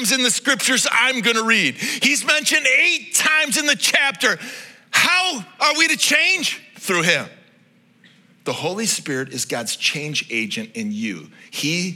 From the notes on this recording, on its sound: This message was originally preached at Highpoint Church on Sunday, October 29, 2023